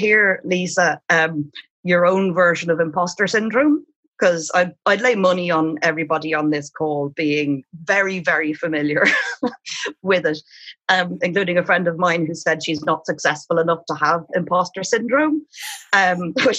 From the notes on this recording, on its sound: We were joined by almost 300 listeners, readers and Irish Times subscribers last Saturday night for our fourth Big Night In on Zoom. This episode includes snippets of the songs she sang and a lengthy back and forth between the singer and the fans who gathered to hear her talk.